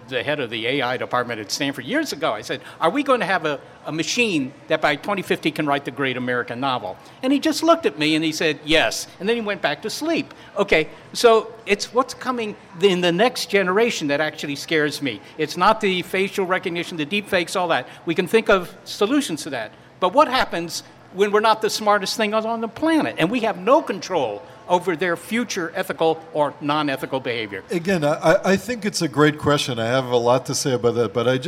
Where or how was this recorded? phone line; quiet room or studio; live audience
live audience